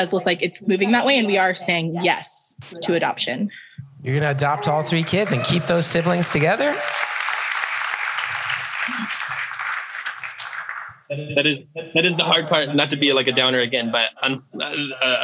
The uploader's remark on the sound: Live from Seattle.